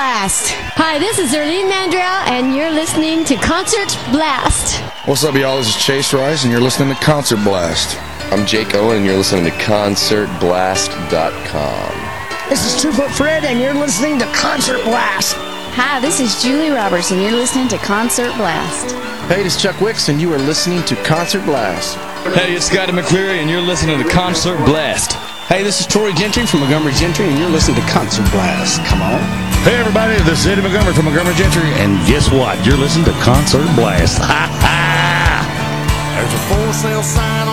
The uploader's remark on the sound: During the CMA Music Festival 2011, Concert Blast conducted various interviews at various events. CMA Music Fest 2011 Interviews and More Events – Nashville, TN.